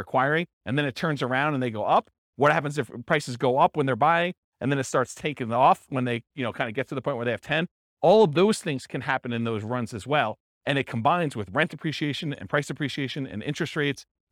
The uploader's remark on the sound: This was a live class recorded